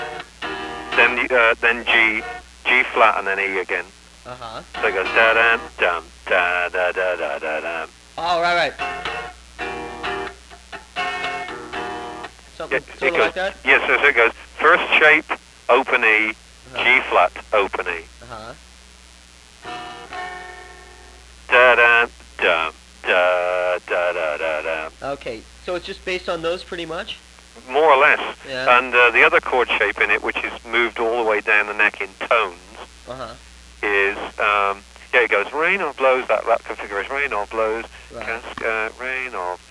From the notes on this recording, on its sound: over the phone